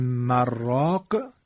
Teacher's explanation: میگن به خاطر اینکه اگه بگیم مراق، یعنی نون در را ادغام میشه، اون وقت میشه مراق. اون وقت مراق دیگه معنای من راق نخواهد داد.